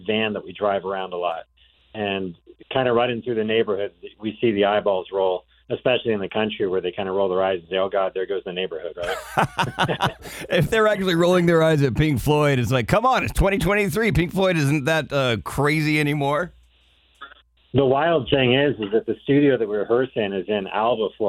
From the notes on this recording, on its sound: called in ahead of their show on the 17th at Ruth Eckerd Hall